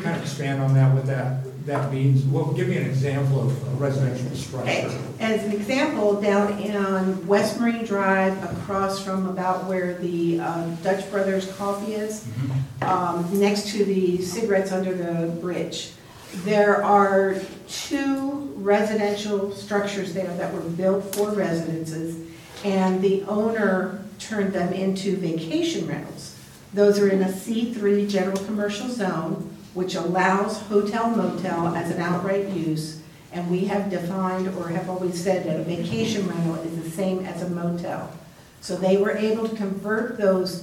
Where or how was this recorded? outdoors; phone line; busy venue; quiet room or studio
busy venue